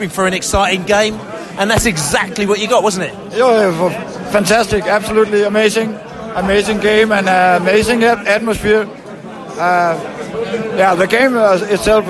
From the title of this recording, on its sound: post-match podcast from the pub